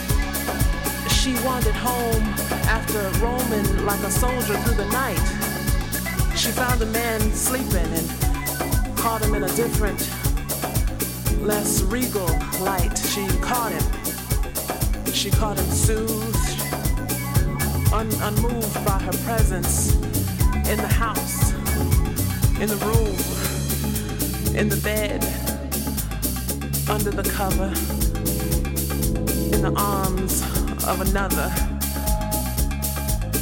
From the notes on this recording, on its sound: Recorded through the morning at "Krš i maslina Finale" on September 10th, 2021.